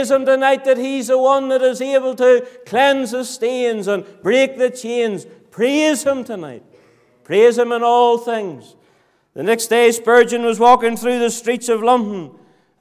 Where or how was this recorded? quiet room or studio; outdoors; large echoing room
large echoing room